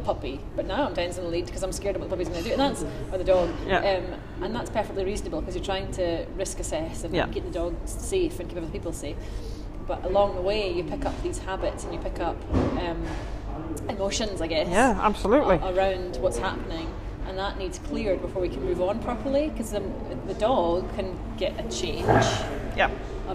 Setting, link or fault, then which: setting, busy venue